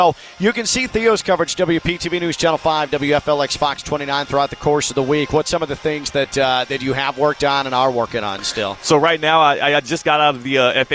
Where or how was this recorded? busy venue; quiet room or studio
busy venue